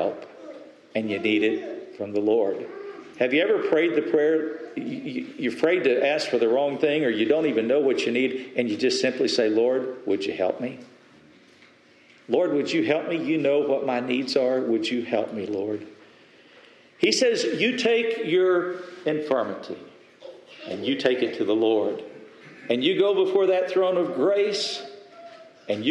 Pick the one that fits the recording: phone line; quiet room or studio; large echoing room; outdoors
large echoing room